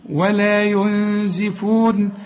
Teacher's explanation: هنا نون بدون تشكيل بعدها الزين، والزين من حروف الإخفاء في غنة، عايزين غنة.